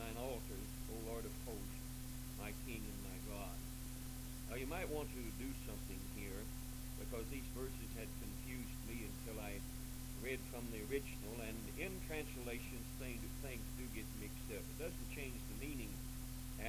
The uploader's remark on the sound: This recording is really quiet.